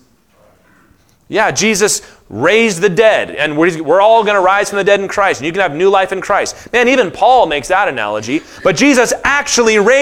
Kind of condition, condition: setting, live audience